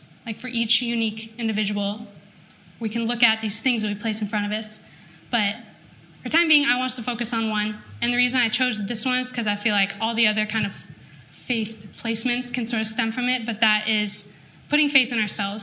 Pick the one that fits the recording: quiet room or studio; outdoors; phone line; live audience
live audience